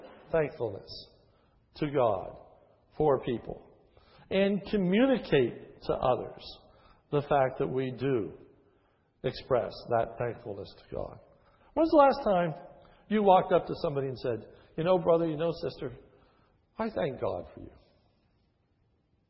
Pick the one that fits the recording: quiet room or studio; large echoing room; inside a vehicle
large echoing room